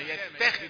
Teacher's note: خلي الفم في موضع الابتسامة، يتخذ يتا مش يطا